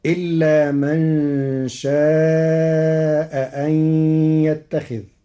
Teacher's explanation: قرأ ورش كلمتي شاء أن بتسهيل الهمزة الثانية بين وإبدالها حرف مد مشبع لوجود ساكن بعدها